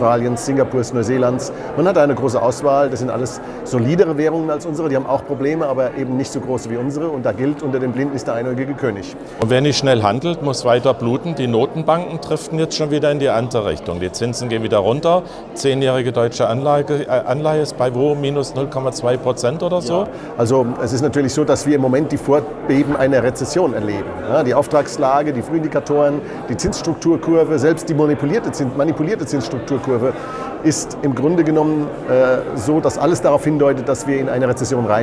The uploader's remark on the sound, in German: Interview, das am Rande des Kongresses für Frieden und Sicherheit in Europa Anfang Juni im Rahmen des Neuen Hambacher Festes 2019 aufgezeichnet wurde